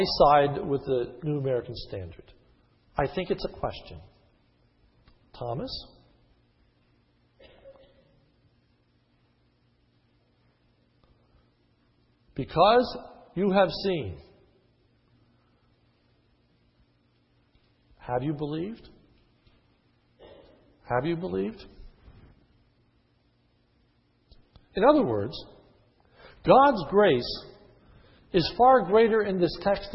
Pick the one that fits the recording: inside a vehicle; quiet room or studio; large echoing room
large echoing room